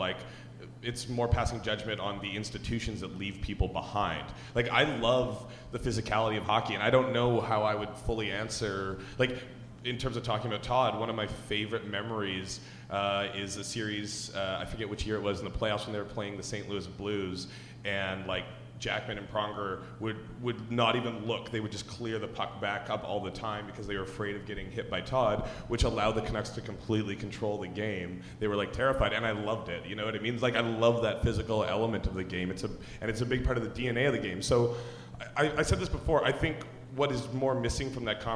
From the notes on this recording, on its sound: Hit the stage for their first live Puck Talks podcast. Puck Talk Live.